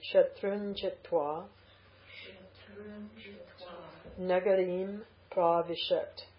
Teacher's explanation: Shatrun, which changes to nya, the palatal nya because of the ja.